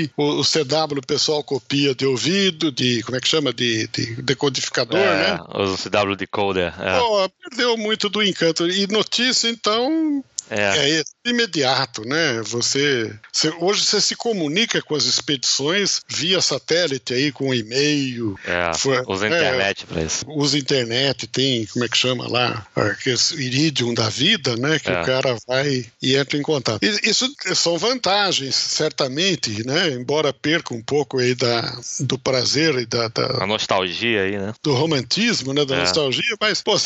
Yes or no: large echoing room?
no